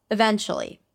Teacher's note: We begin with a schwa sound. Very reduced, relax your jaw, relax your tongue, and release a really quick sound. · IPA: əˈvenʃəli